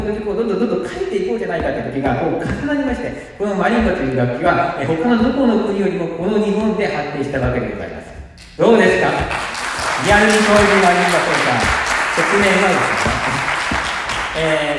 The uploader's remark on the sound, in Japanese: 舞台上にてラジオの公開収録を行いました。独演会で公開収録！とっても良いお客さんで、たくさん笑ってもらいました。しかし、マイクを自分の方に向けて収録したため、お客様の反応が入っていなくて残念。